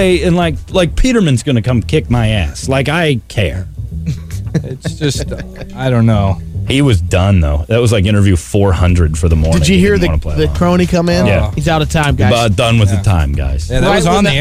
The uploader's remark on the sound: on the phone